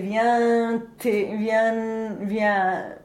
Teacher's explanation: the tongue wanting to articulate the t early will generate an n sound in between the un and the t